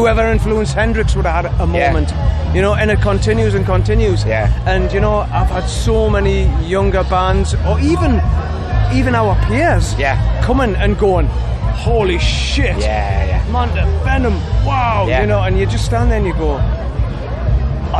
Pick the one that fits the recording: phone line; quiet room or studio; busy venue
busy venue